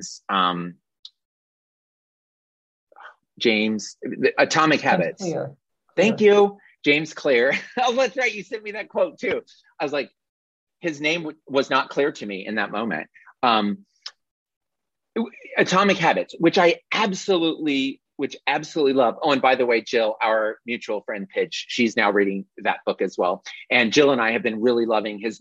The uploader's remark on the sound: This is the audio replay of a monthly Zoomy Zoom.